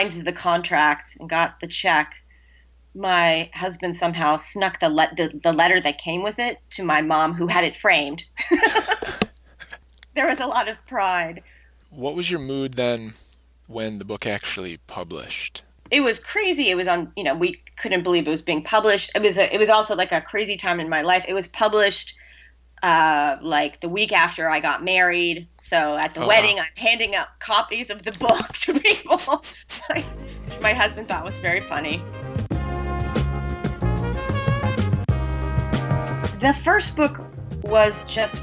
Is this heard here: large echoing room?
no